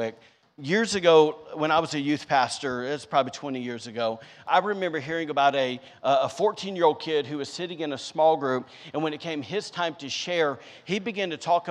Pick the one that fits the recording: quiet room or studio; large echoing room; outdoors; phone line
large echoing room